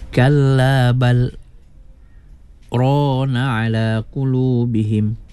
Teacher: Kena berhenti sekejap sekadar dua harkat tanpa bernafas, ya. · Term: saktah